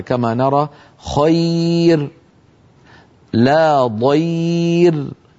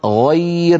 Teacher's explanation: مثلا في الفاتحة لو واحد تعب أو ضاق نفسه فقال صراط الذين أنعمت عليهم غير، فيرقق الراء لأنها ساكنة وقبلها ياء لين ساكنة · Term: ترقيق الراء